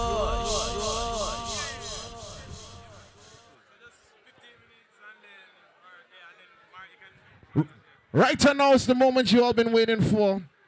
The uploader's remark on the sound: Live Audio for the 2nd staging of the Soca Camp pop up and final fete of 2022!